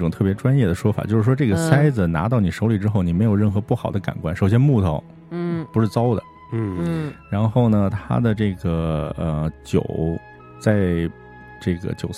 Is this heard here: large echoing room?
no